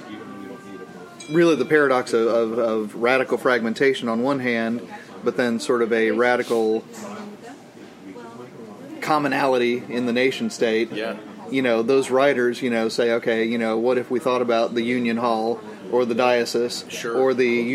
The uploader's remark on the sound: from the Catalina Coffee Shop